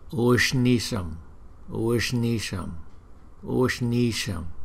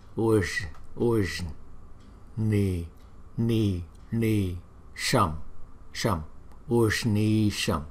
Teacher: Chữ S có dấu nặng chúng ta phải đọc từ trong cuốn họng chúng ta đọc ra, nhưng cũng phải có một cái phần cong lưỡi